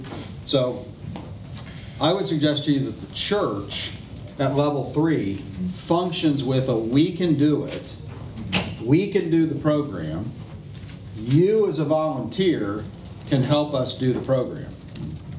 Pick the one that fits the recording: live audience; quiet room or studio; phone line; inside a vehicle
live audience